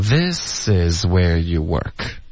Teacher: 你看明明是个问句它没有读成问号的语气啊